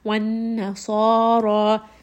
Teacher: It is part of خُسَّ دَخْلٌ كِذْ. Ra in this case is heavy because it has a fatha.